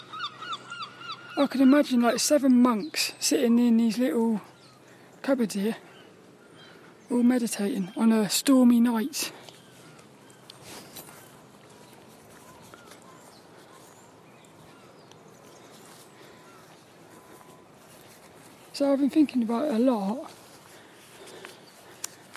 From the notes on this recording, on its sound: a Walk and Talk around Devils Point in Plymouth